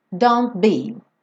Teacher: Então aqui, don't, o T sumiu. Don't be. Já fui direto pro B.